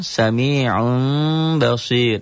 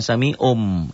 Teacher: Iklab itu bunyi M tapi samar. · Shown in: first take · Kita diajar di kampung dulu bunyi M doang.